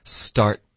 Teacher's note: 后面 start, T 的音我们浊化 · 结尾 T 省略，然后要导致一个干脆的停顿